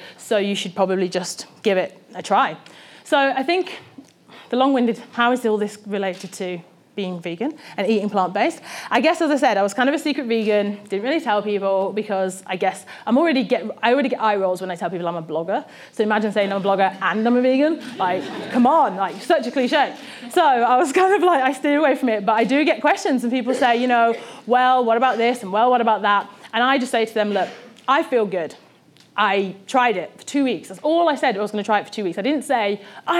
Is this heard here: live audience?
yes